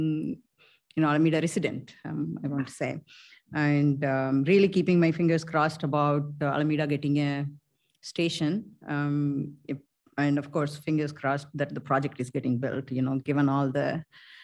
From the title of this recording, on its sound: Transportation Commission Meeting - ZOOM